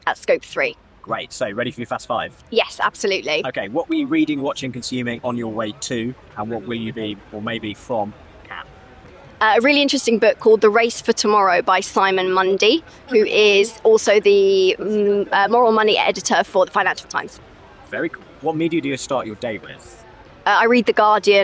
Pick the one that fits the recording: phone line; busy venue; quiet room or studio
busy venue